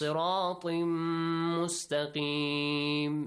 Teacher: You merge tin with mim.